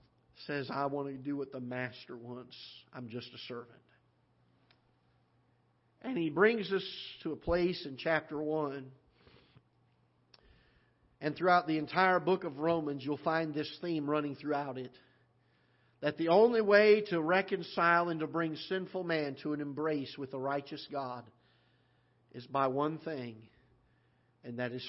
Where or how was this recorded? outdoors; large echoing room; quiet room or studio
large echoing room